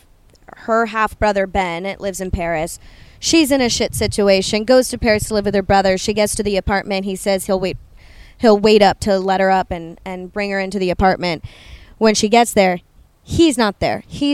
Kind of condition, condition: setting, outdoors